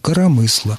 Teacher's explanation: А вот пишется оно с двумя буквами «о» в первых двух слогах, ударение на третьем.